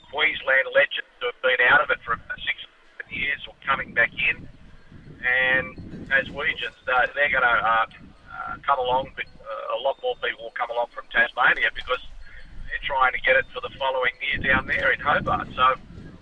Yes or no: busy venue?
yes